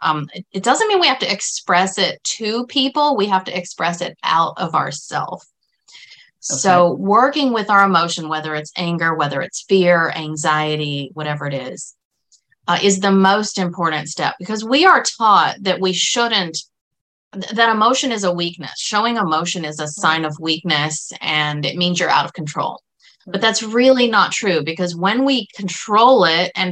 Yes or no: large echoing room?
no